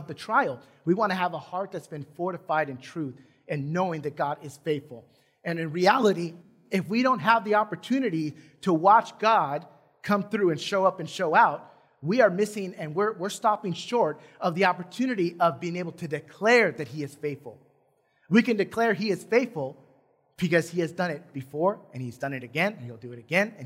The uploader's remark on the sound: Recorded from South Gate Fellowship in Duncanville, TX on Sunday, May 16 2021.